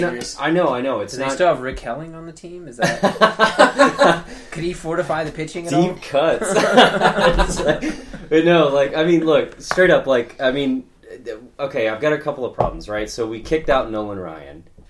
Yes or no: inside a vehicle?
no